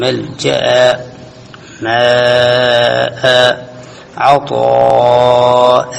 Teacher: لو وقفت على مثل ملجأ وماء وغثاء وعطاء قل ملجأ ماء عطاء، إذن يقصر هذا ألف التنوين، الألف المبدل من التنوين هنا لا يوسط لورش